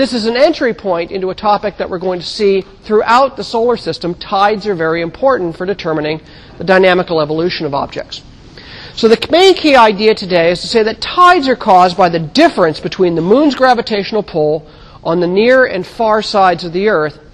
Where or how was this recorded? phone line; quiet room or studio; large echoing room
large echoing room